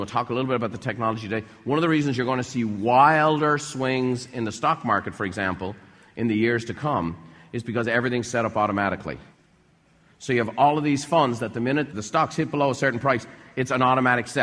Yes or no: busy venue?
yes